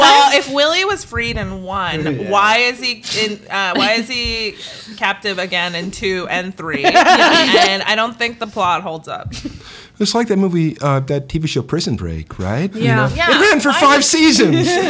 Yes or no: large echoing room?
no